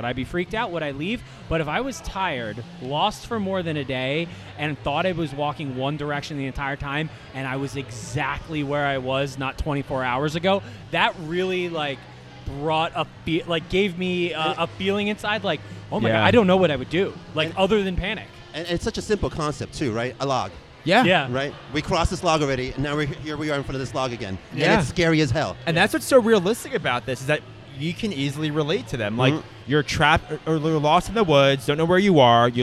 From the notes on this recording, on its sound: LIVE FROM LOVE CITY BREWING COMPANY!